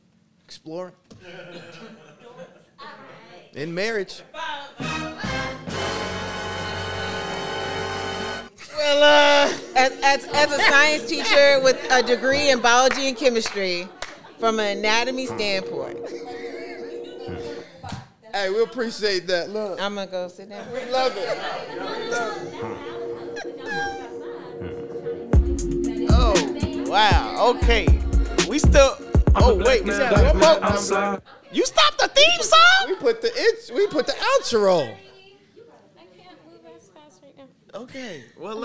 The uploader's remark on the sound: questions given by the live studio audience